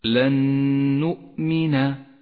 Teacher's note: الحكم التالي الإدغام بغنة عند قوله تعالى لن نؤمن النون الساكنة جاءت بعدها نون متحركة ندغم الأولى بالثانية فتصيران نونا واحدة مشددة لونت بالأخضر إشارة إلى أنها تحتاج إلى غنة زمنها حركتان لن نؤمن.